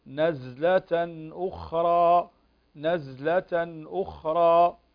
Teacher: إذا شفنا التنوين مثل الآية رقم 13 نزلة أخرى، هذا معناها أن النون هنا تظهر أي تخرج من مخرجها من غير غنة · Term: الإظهار